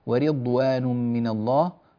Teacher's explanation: لابد من بيان كسرة الراء جيدا في كلمة رضوان